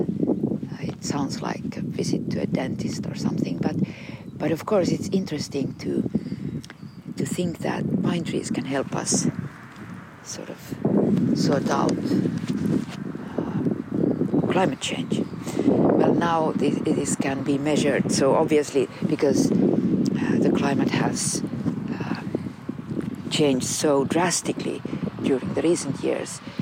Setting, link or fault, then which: setting, outdoors